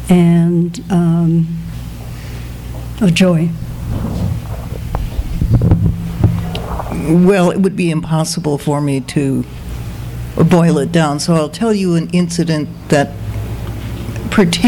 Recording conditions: live audience